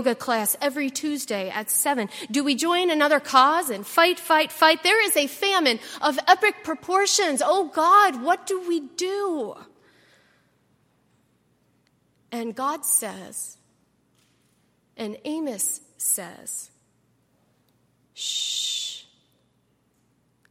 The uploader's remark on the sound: at Highland Baptist Church